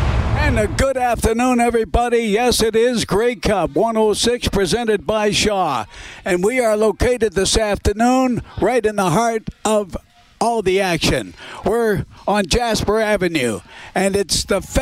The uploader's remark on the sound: Broadcasts live from the 630 CHED Information Centre at the 2018 Grey Cup Festival for his annual preview show.